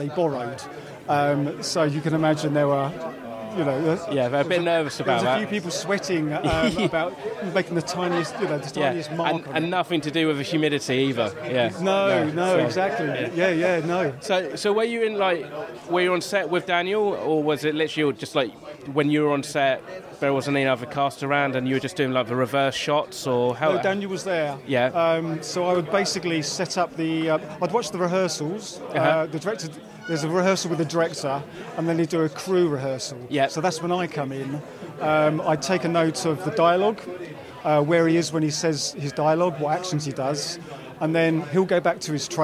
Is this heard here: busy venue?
yes